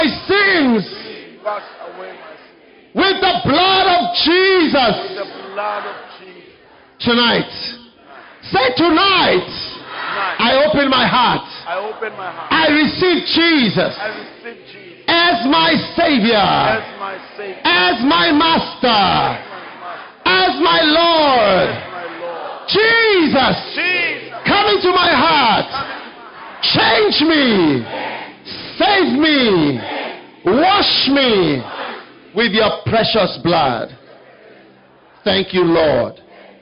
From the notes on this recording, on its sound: Preached at Healing Jesus Campaign, Port Elizabeth - South Africa